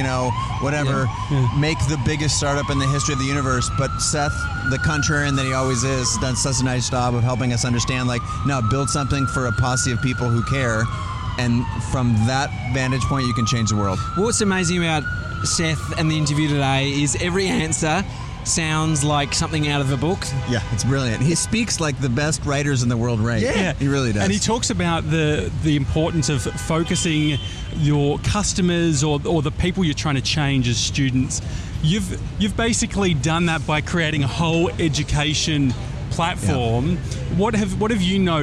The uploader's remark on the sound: we're live from outside The Flatiron Building